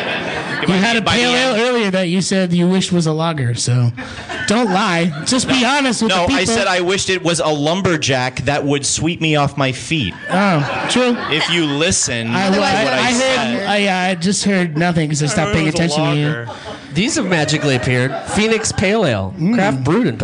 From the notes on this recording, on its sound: The guys continue their 2014 Fall mini-tour with a trip to the city of brotherly love Philadelphia PA for a live performance at the PHit Theatre.